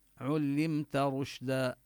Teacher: علمت رشدا، وهنا الميم حكمها الإظهار، وننتبه لبيان الشين. الشين من حروف الهمس وهو حرف له صفة التفشي، يعني ينتشر في الفم، هذا ينتشر النفس وصوت الشين يكون واضحا.